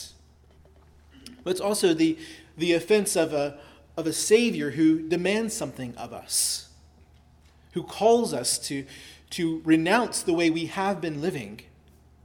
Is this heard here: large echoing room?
yes